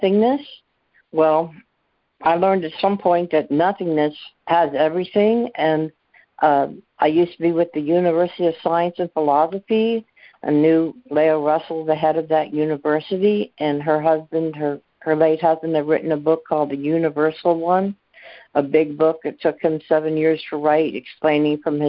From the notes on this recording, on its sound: ACIM Daily Conference Call